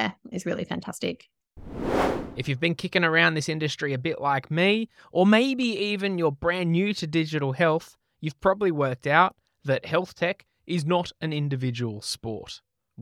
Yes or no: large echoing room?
no